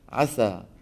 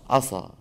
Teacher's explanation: قلنا فعل عسى إذا فخمت سينه شو بصير؟ عصى